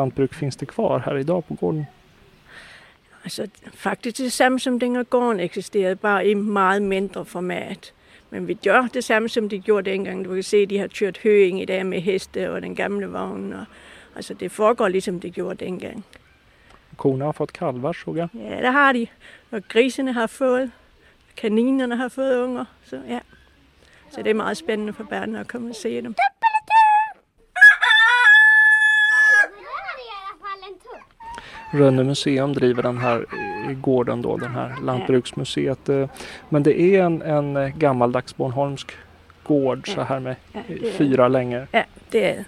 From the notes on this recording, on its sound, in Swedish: Här finns en ljudberättelse från ett Bornholm från cykeln.